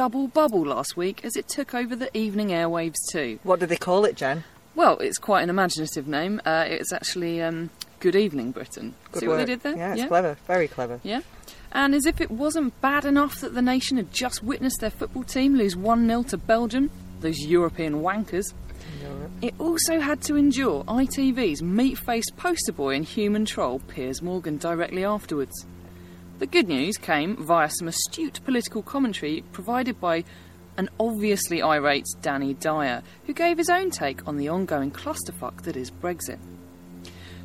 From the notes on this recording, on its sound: venture OUTSIDE and somehow manage not to spontaneously burst into flames in the heat